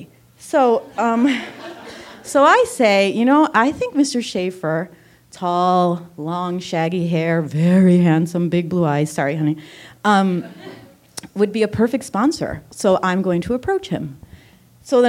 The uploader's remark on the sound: Story Smash The Storytelling Gameshow at the Lyric Hyperion Theater. Expert judges comment. The audience laughs.